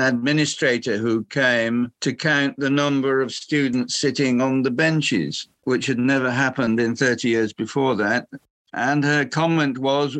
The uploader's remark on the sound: This episode was recorded on September 23rd, 2022 via Zoom.